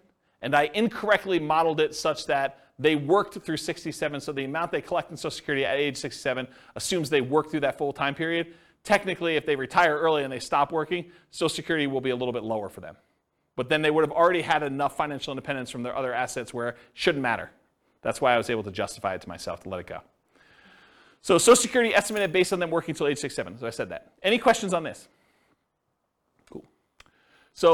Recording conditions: live audience